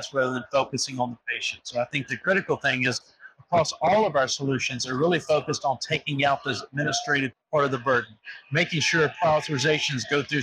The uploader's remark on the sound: Interview in Action live from HLTH